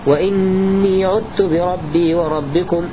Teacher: الشاهد إني عدت بإضغام الذال في التاء